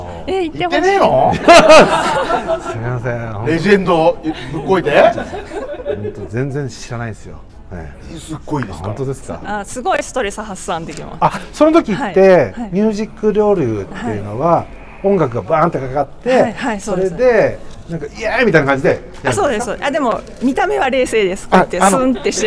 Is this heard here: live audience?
yes